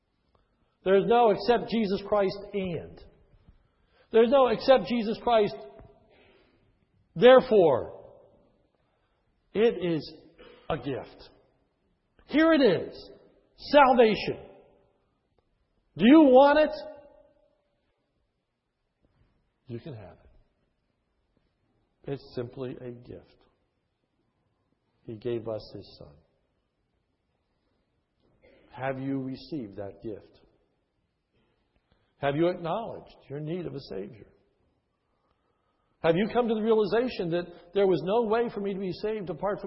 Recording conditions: large echoing room